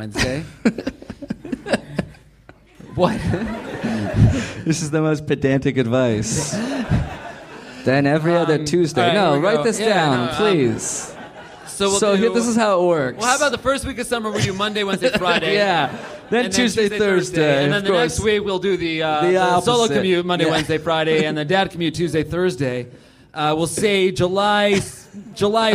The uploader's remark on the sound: Live at the Hollywood Improv!